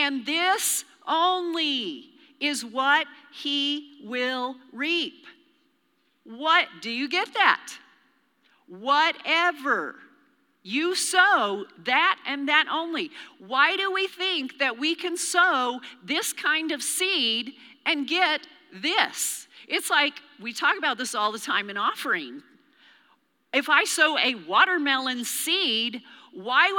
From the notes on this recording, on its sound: Recorded live during our Wednesday night service